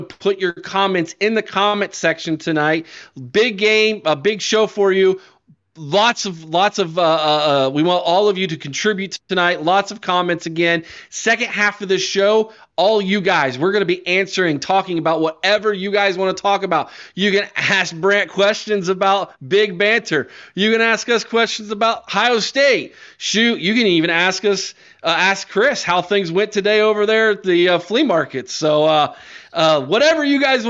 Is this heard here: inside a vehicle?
no